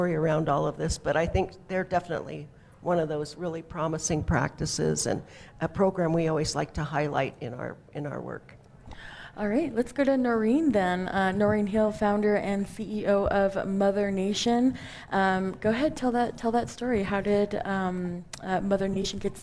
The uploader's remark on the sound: Broadcasting live from the Women Are Sacred conference. Broadcasting live from the Women Are Sacred conference.